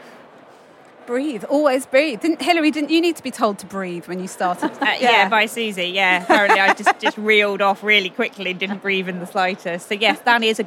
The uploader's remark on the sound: Record a real life on-the-sofa-next-to-me show with some favourite work pals at The Podcast Show London 2023. I got to record a real life on-the-sofa-next-to-me show with some favourite work pals at The Podcast Show London 2023 .